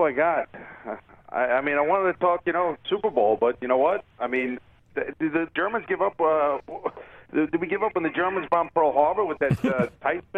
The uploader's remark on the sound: takes calls, er---ATTEMPTING to take calls from viewers